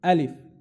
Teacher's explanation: The Alif is the first letter that comes from the deepest part of the throat.